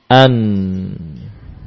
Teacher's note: ada suara yang melewati pangkal hidung, suara dengung atau ghunnah